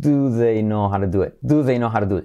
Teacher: Y la T de it casi no se dice.